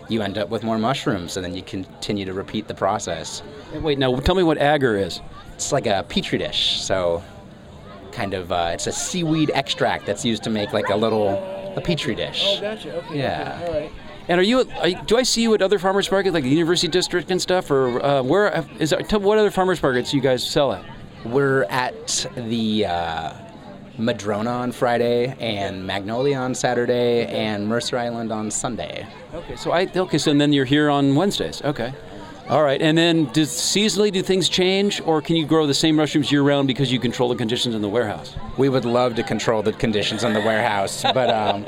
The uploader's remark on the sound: Was broadcast LIVE on SPACE 101.1 FM. The Wallingford Local airs LIVE from the Wallingford Farmer's Market.